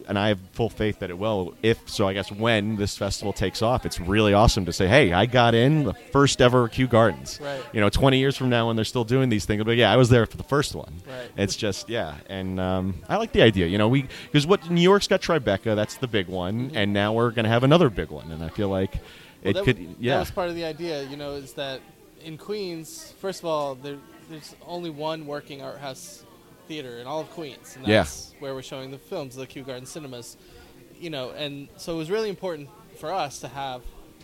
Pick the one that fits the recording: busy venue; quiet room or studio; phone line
busy venue